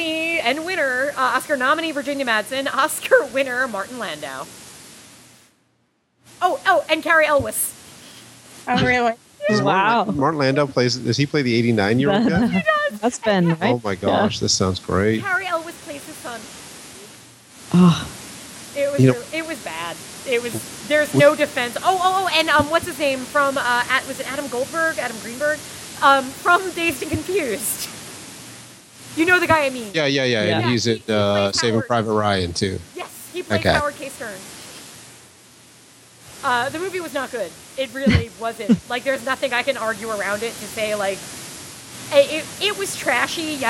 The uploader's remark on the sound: We’re riding at you fast this week with a little bit of audio static